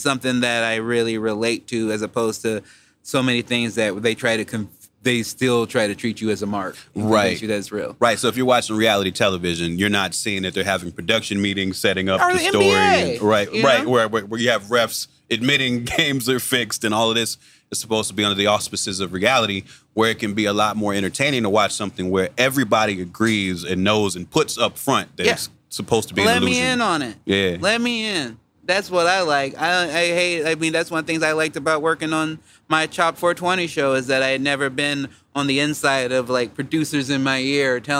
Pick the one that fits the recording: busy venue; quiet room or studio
busy venue